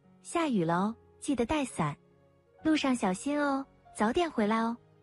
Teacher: 第一种用法是提醒叮嘱，语调平稳或微微下沉，语速稍慢